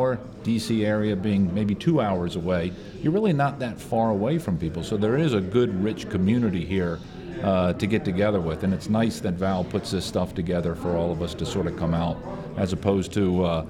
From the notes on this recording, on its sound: We had the distinct pleasure of recording at MAVO 2018.